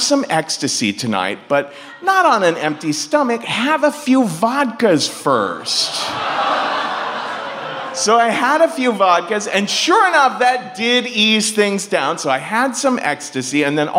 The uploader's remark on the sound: Live From San Francisco